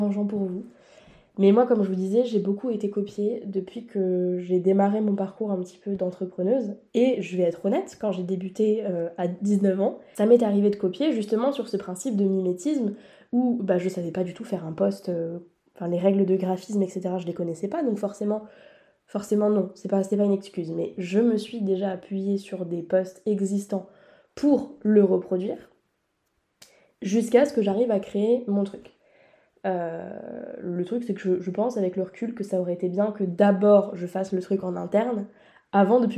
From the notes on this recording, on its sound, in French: L’audio de cet épisode est moins bon que d’habitude, le micro ne s’est pas activé et l’épisode a été enregistré avec le micro de l’ordinateur